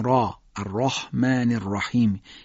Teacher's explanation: حرف ر رو ما درشت ادا میکنیم، میگیم را، الرحمن الرحیم. یه مقدار فتحه را شبیه الف ادا میشه، را رو میگیم را چون درشت داره ادا میشه.